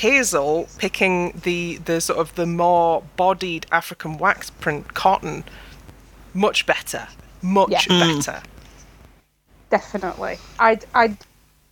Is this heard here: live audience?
no